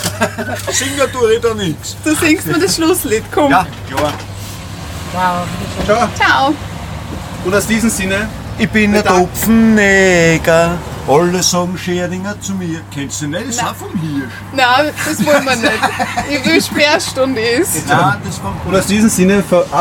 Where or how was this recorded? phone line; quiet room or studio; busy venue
busy venue